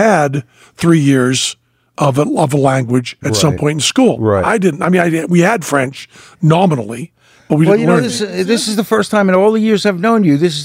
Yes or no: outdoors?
no